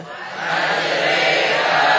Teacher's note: Alif condong ke arah ya. Fathah condong ke kasrah. Alif condong ke huruf ya. · Term: imalah